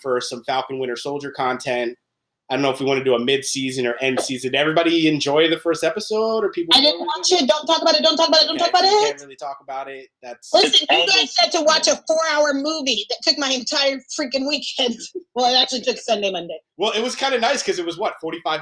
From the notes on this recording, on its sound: Brought our group chat to life by jumping into a zoom session and hitting record. No professionals here.